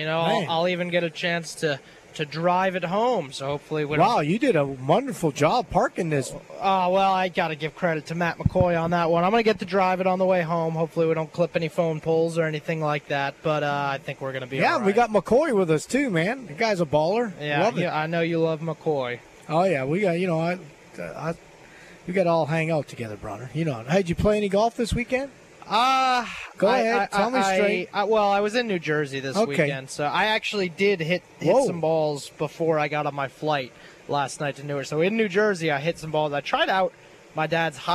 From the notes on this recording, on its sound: LIVE from Terry Thompson Chevrolet!